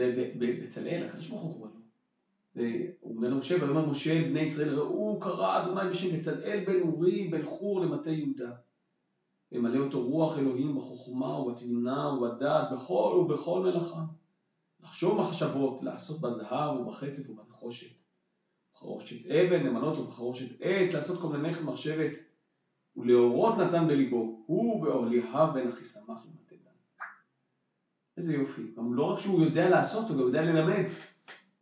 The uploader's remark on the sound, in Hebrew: ההקלטה באיכות פחות טובה מבדרך כלל